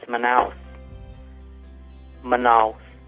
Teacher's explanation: The S is quite faint, as you may have heard, but that is how it was pronounced more in that area.